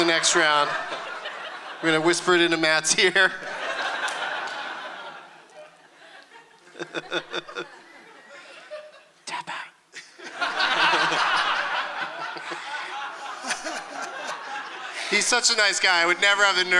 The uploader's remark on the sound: Live from the Gramercy Theatre in New York City